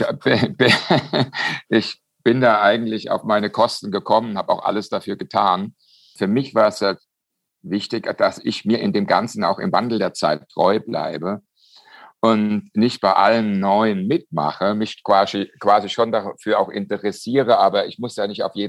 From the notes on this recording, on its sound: via Zoom